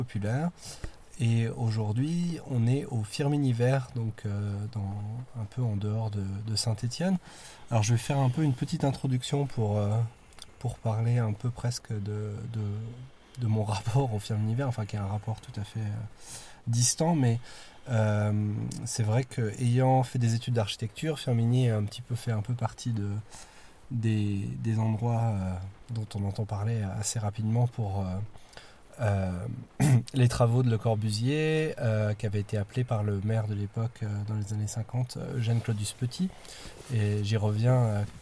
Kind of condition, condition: setting, inside a vehicle